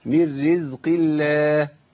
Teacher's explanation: القاف بس المفخمه. من رزق، ده القاف كمان ضعيفه مكسوره، اقل درجه يعني، ضعيفه جدا. وبعدين لم اسم الجلاله مرققه عشان قبلها مكسور، كله عندي.